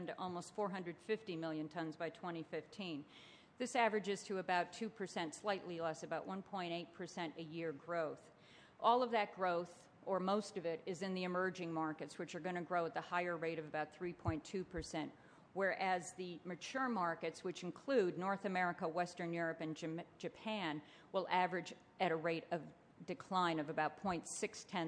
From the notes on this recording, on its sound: a presentation for the 2010 Paper Recycling Conference & Trade Show in June